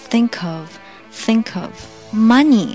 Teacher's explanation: think 和 of 做连读， k 和 of 做连读